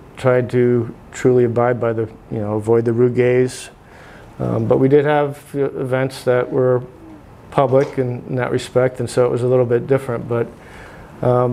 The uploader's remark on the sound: recorded at the 181st Convention in Lubbock, Texas